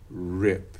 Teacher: there's an alveolar approximant at the beginning of that